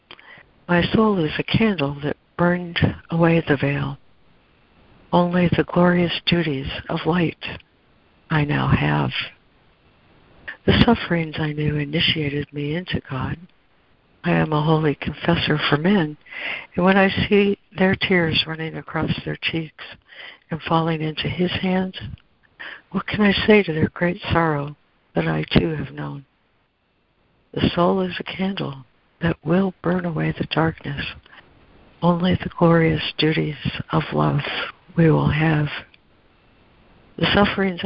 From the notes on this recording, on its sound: ACIM Daily Conference Call